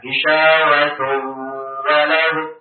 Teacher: Risyawatu, ada dengungnya. Risyawatu walau, dua harokat saja, jangan banyak-banyak. · Term: idgham ghunna